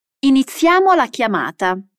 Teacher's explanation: Fai attenzione alla A molto aperta in iniziamo